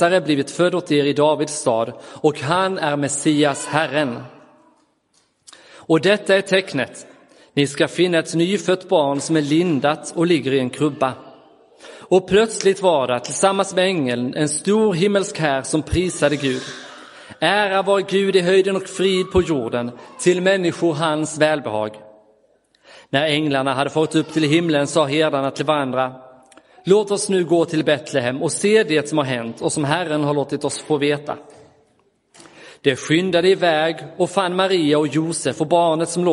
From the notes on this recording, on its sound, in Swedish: Inspelad i Roseniuskyrkan den 25 december 2022.